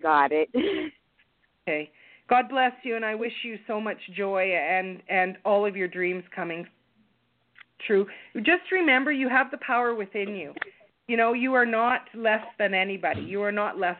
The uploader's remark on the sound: Call in Show